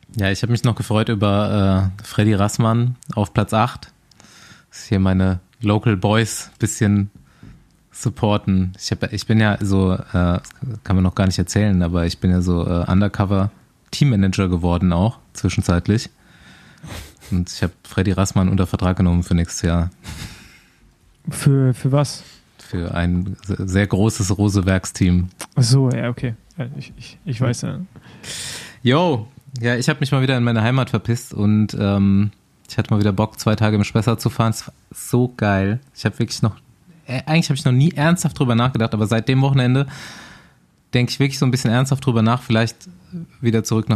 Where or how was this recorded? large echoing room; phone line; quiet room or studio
quiet room or studio